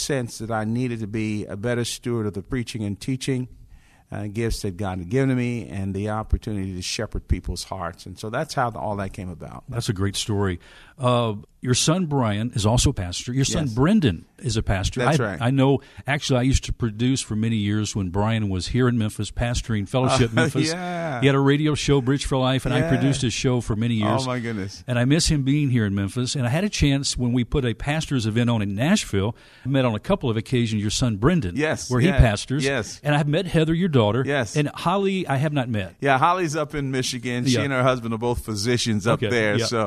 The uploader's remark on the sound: Conversation at MLK50 Conference. At the MLK50 Conference in downtown Memphis, TN.